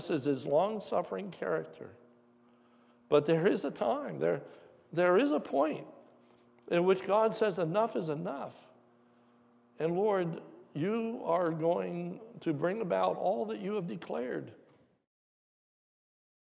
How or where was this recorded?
large echoing room